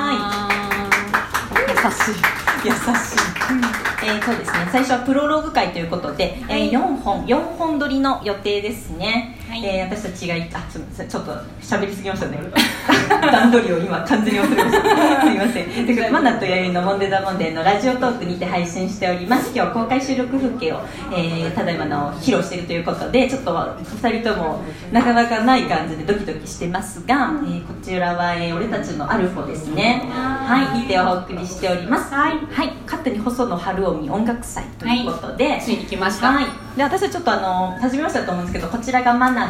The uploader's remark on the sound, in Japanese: 公開収録。岐阜。